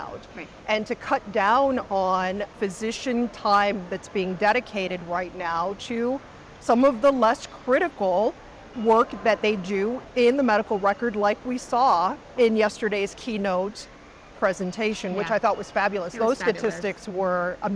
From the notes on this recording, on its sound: it’s an Interview in Action live from the 2023 CHIME Fall Forum